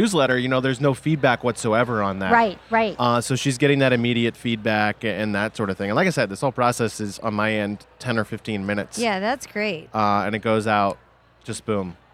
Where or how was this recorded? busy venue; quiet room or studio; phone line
busy venue